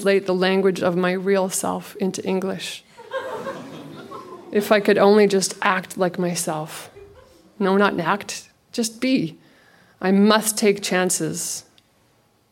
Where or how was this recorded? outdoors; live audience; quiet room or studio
live audience